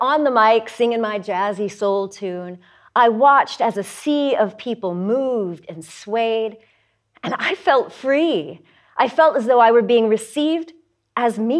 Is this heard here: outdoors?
no